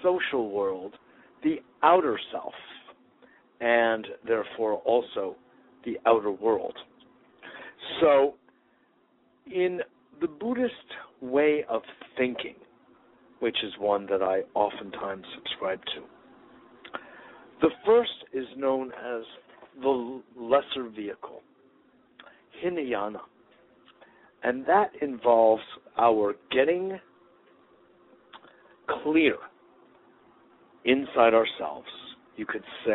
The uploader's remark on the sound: Today is a chance for listeners to call.